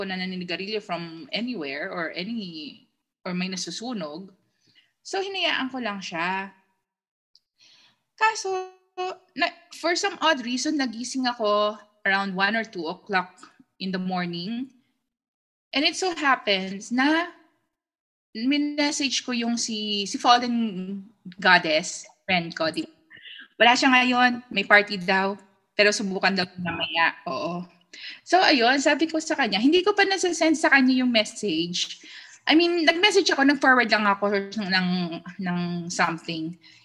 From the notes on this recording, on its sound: the silent participants in the Zoom Room